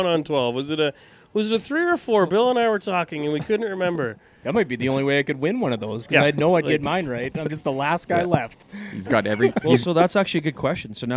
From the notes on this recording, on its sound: We are live from the First Tee Indoor Golf Centre in Regina.